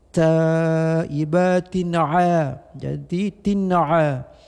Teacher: tin baris 2 bertemu dengan ain dengan idhar tidak berdengung